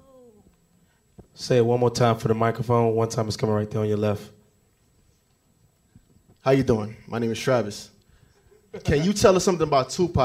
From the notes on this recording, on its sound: Our first live podcast for the exclusive screening. Answered audience questions.